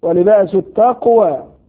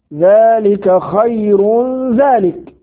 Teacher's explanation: انتبه إلى قلقلة القاف وصلا ووقفا